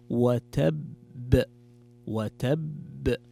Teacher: اجتمعت القلقلة مع حرف مشدد فتقرأ وتب، وتب.